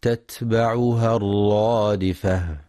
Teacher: وينتبه القارئ لصفة الهمس والشدة في حرف التاء في كلمة تتبعها